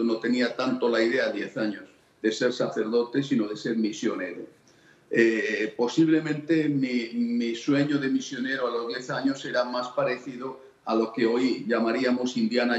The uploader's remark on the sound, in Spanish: en este enlace virtual desde Houston, Texas